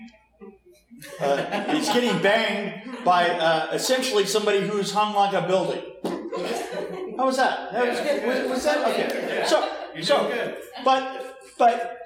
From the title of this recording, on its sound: Q&A Live from Bride of Frankencon